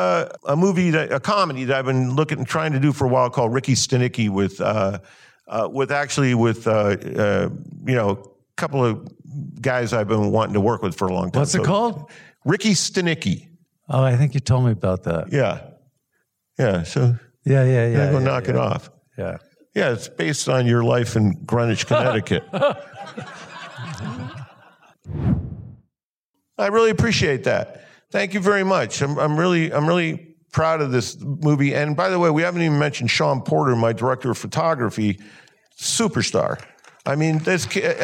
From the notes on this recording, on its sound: in a Q&A at the DGA theater in Los Angeles.